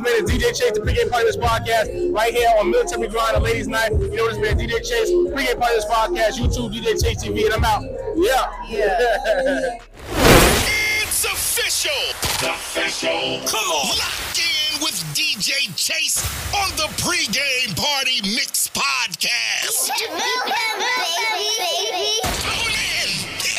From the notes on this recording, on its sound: live at the Military Grind Ten Tape Concert